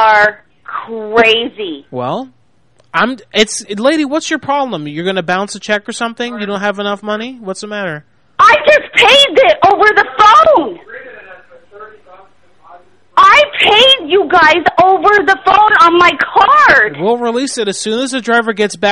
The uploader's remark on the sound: Prank Phone Calls